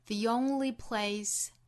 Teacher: 中间有一个小小的 y 的连读